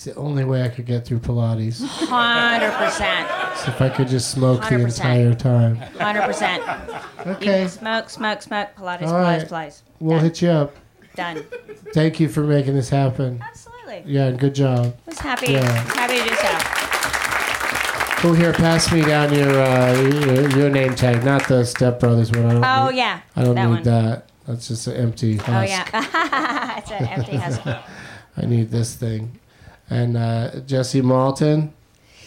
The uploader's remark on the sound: Live from the UCB Franklin in Los Angeles